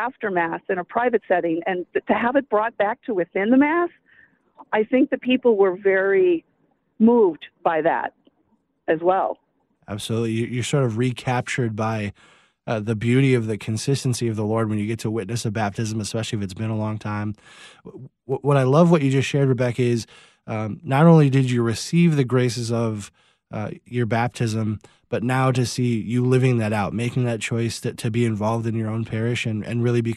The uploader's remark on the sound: Called into The Inner Life. Caller Testimony.